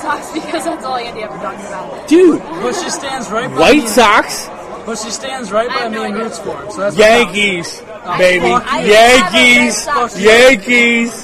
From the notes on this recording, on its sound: Super Bowl Show LIVE from Glory Days in Ranson! Apologies for the audio, we're in a bar during the Super Bowl, with a shit load of people, haha.